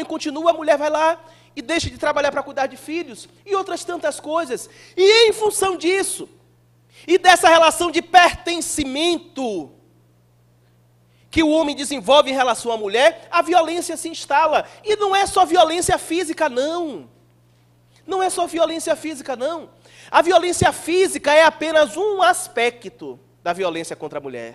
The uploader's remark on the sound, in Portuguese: palestra transmitida ao vivo pela RAETV em 18/07/2018 no Centro Espírita Irmã Angélica em Araçatuba-SP